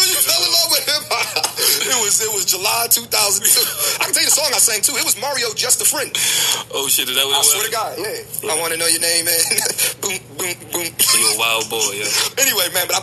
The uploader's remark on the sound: Phone call